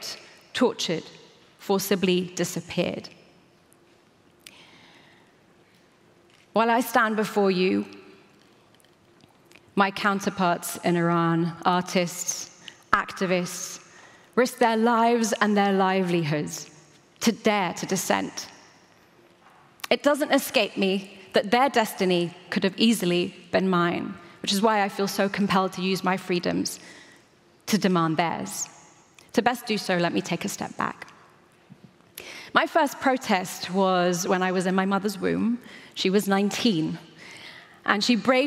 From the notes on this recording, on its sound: In this episode, recorded at the 2023 Oslo Freedom Forum.